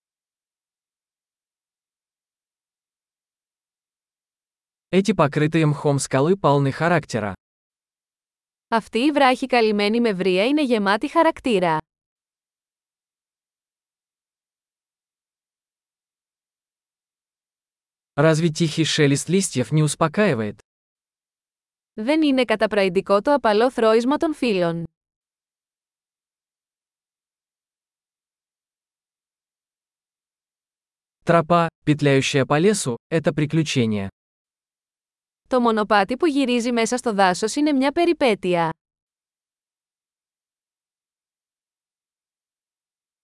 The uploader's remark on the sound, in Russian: Прогулка по лесу. Шум журчания ручья оказывает лечебное воздействие.